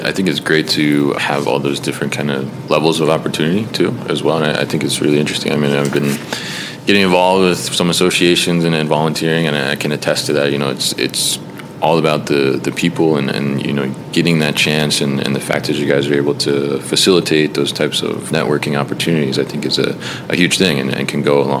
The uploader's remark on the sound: recorded at the Warehousing Education and Research Council (WERC) Conference 2023